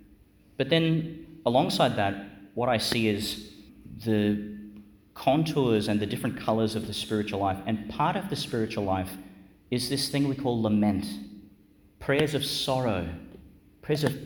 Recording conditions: large echoing room